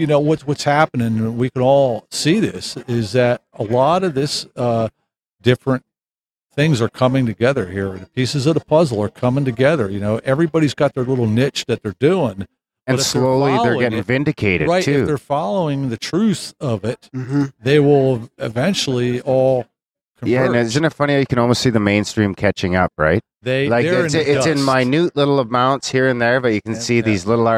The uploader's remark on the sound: Grimerica Goes to Paradigm 2014. Episode recorded live at the Paradigm Symposium 2014 Minneapolis Minnesota, Oct 2-5 at The Women’s Club.